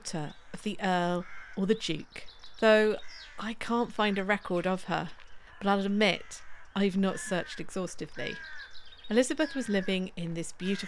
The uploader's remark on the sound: In this bonus, mini episode, partly recorded on a dawn walk around Wrest Park. Birdsong will accompany you.